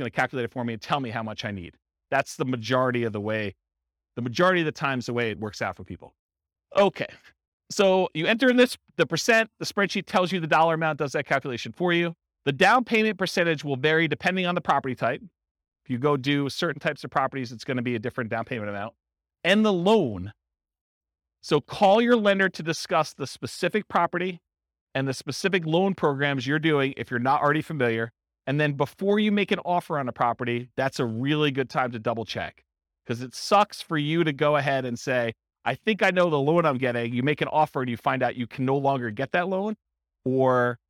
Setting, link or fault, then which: setting, live audience